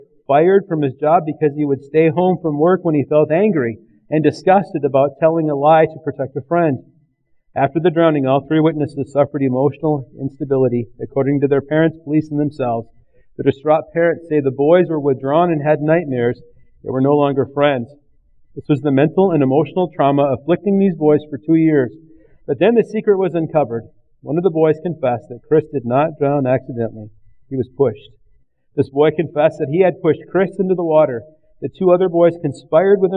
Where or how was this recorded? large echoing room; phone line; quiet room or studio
large echoing room